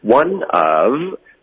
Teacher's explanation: 它就连读，把 of 的 V 音给省略了。